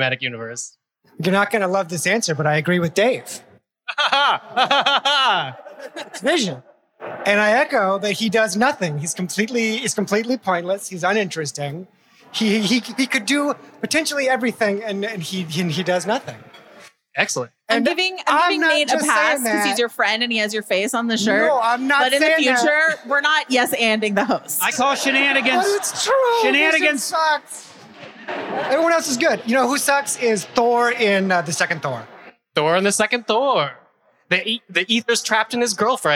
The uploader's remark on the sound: Live from City Winery Grand Central!